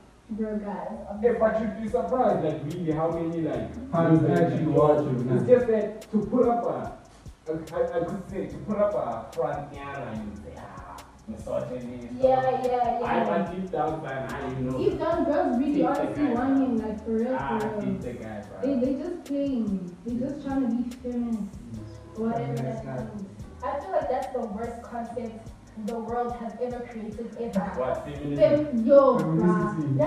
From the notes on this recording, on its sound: Due to technical difficulties the audio quality has been affected we would like to apologize for the inconvenience.